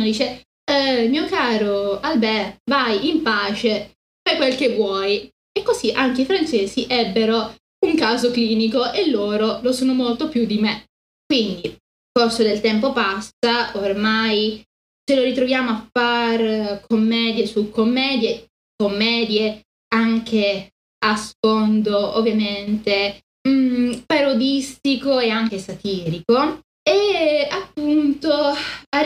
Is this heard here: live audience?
no